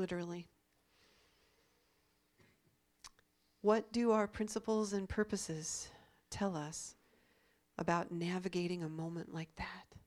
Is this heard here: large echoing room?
yes